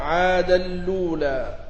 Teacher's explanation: وعادا الأولى في النجم بنقل حركة الهمزة المضمومة إلى اللام وإدغام التنوين قبلها فيها